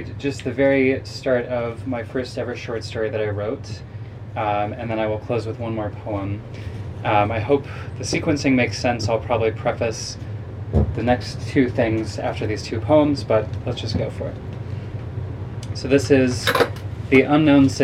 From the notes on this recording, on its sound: A recording of a book-release event at Tangible Books on September 16, 2023